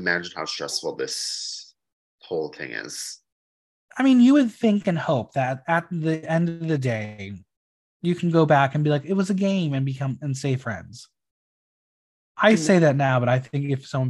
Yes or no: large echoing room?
no